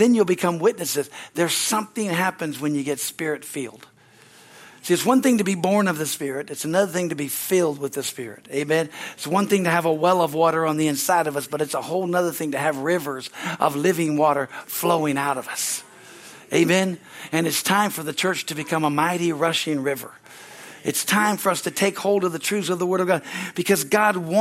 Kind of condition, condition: setting, large echoing room